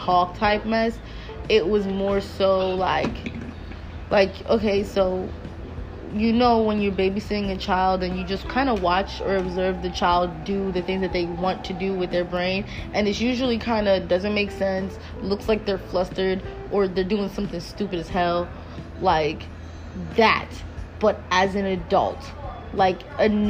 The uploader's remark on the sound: Sorry about the background noise we were outside.